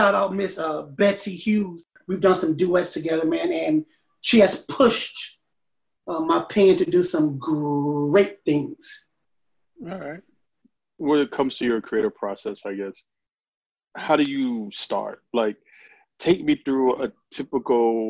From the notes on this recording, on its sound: This episode was recorded via Zoom.